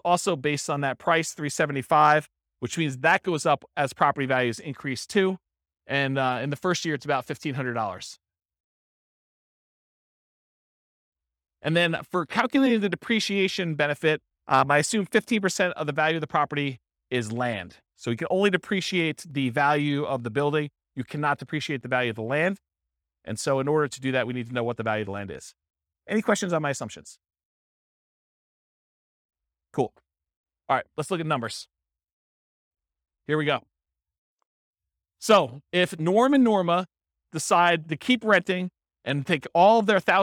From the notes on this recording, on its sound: This was a live class recorded